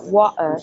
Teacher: O T completamente desaparece.